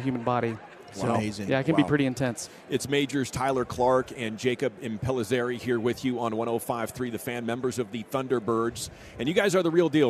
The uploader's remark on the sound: live from Super Bowl Radio Row